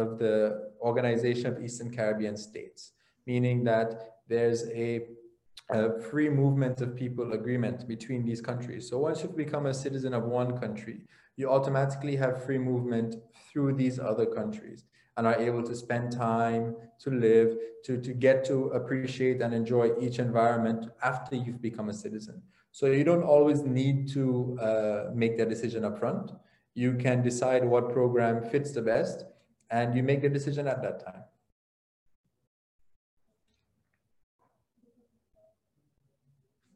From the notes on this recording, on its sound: LIVESTREAM. For those joining us on Zoom.